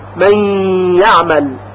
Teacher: صفت غنه که مخصوص حرف نون یعنی مدغم هست باقی موند و مخرج نون در مخرج یا ادغام شد، ادغام در اینجا از نوع ناقص هست.